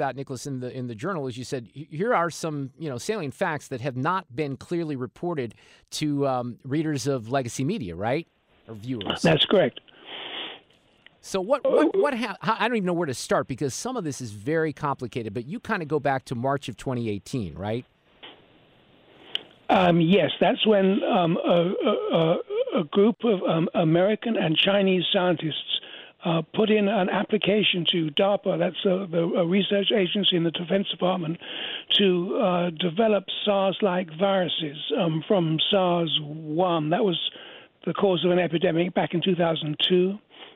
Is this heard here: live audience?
no